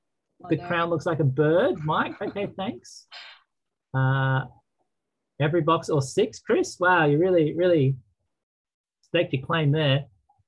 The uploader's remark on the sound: this term was online via Zoom